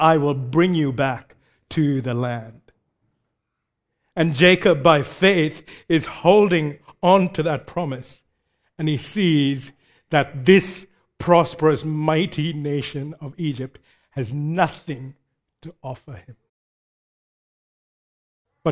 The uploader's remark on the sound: Recorded live at Grace Community Bible Church.